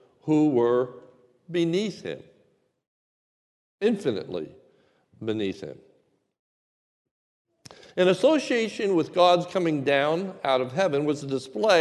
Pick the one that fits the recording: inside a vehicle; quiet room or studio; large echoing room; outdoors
large echoing room